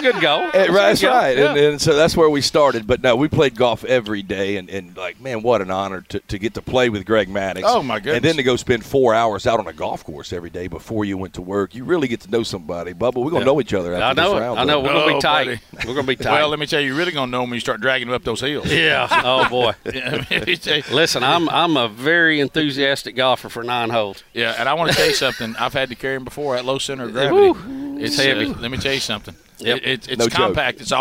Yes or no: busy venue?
yes